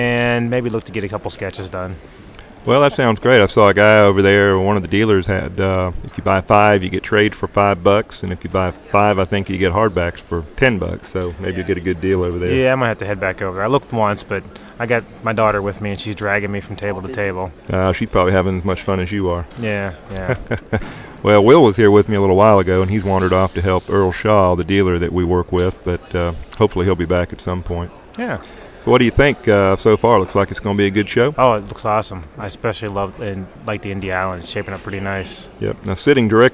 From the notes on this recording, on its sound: We are “live” from Heroes Con 2007!